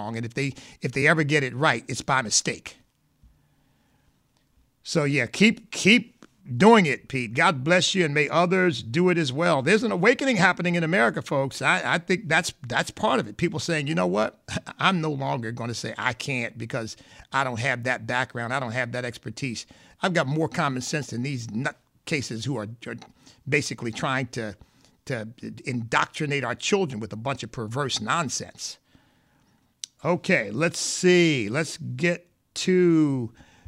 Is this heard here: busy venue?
no